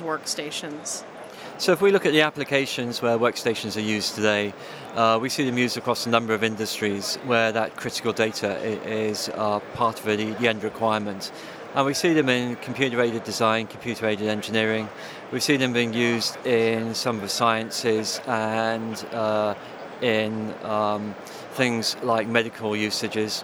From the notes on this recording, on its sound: Live from HP Discover. In this archive of a livecast.